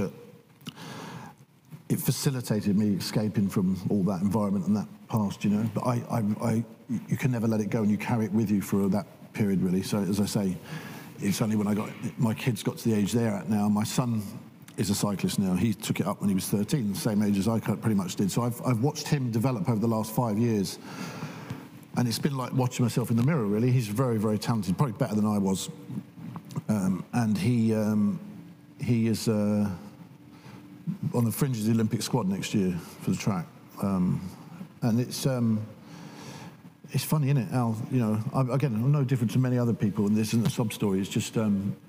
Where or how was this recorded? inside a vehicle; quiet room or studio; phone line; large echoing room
large echoing room